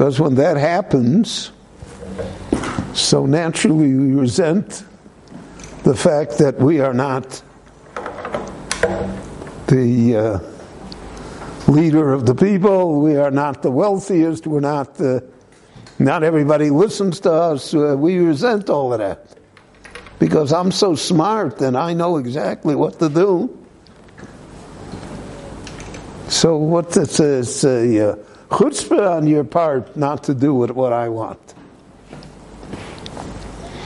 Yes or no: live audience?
yes